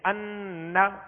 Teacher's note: تو ناک میں آواز لے جا کر ایک الف کی مقدار ٹھہریں گے · Term: غنہ